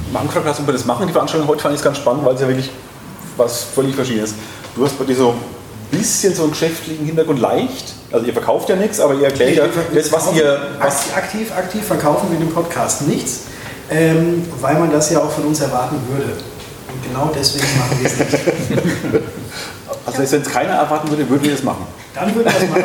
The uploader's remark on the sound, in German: Mitschnitt Vortrag